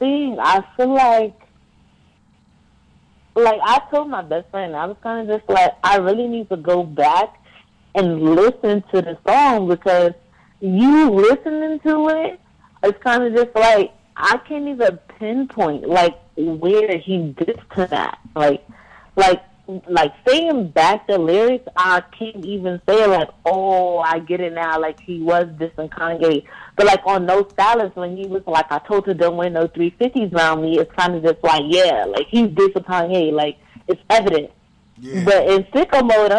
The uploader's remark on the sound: via phone